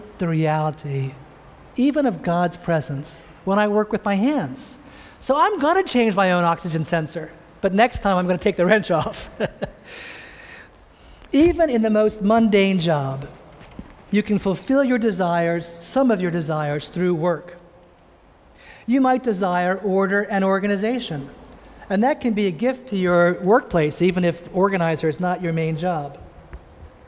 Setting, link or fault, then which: setting, large echoing room